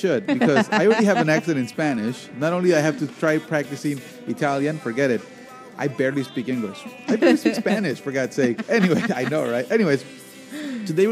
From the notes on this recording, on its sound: live from Ignotz Ristorante in Little Italy, Chicago